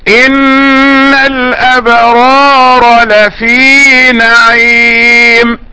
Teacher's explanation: وأيضا بالإظهار في قوله تعالى: إن الأبرار لفي نعيم. أنت ترى أن الراء مظهرة